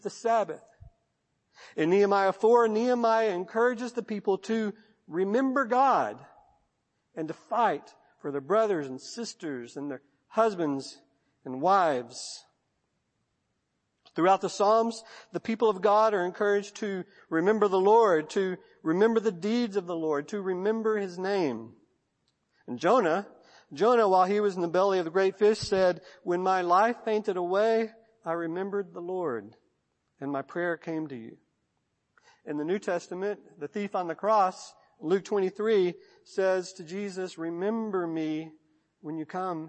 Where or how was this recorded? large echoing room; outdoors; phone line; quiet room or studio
large echoing room